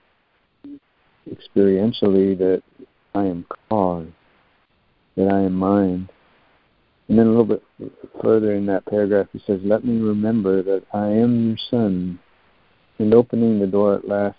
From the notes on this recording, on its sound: ACIM Daily Conference Call.